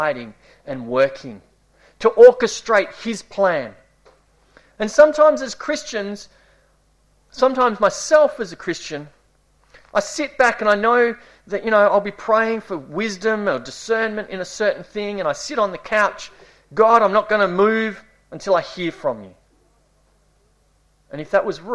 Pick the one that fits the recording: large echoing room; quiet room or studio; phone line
large echoing room